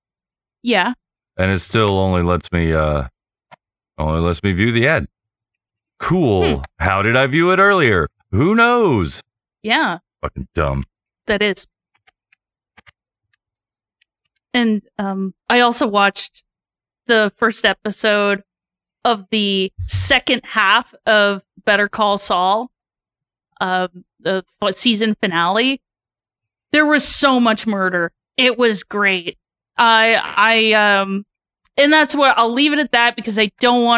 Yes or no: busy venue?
no